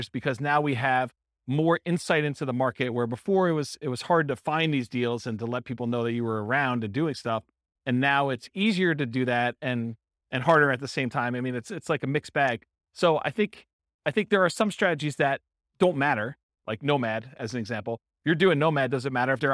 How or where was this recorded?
live audience